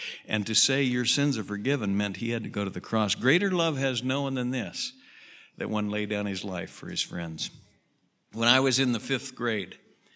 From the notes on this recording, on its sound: Southwest Bible Church in Beaverton Oregon